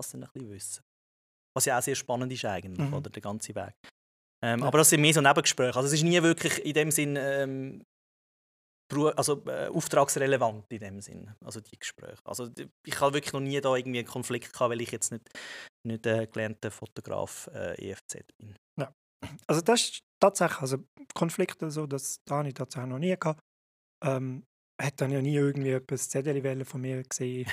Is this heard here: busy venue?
no